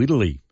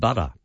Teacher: So Americans turn medial T's into D's quite often.